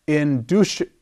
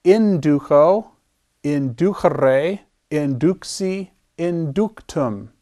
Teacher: You may have heard this infinitive pronounced inducere. The church pronunciation of the C is a CH, whereas classical pronounces the Latin C as a hard K sound.